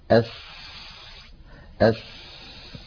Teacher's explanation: فالسين إذن حرف فيه جريان للهواء، جريان للنفس، كما أن فيه جريانا للصوت أيضا · Term: حرف مهموس